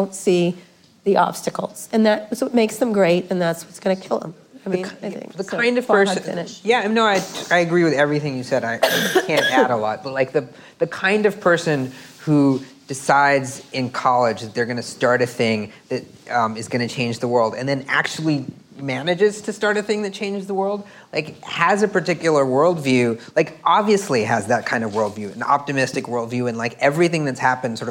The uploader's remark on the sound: In front of a live audience at the University of California, Berkeley's journalism school.